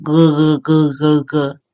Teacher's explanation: “咯克”的声音主要是运用舌根的部分所以舌根的部分在刷牙的时候可以让小朋友练习用开水漱口，稍微含一口水，然后头稍微往后仰，发出漱口的声音咯咯咯咯咯，然后让小朋友去感觉到，哦，原来用舌根的力道就是这个声音。然后慢慢地会让你引导小朋友，如果不要漱口了，不要有水了，那你一样喉咙往后，可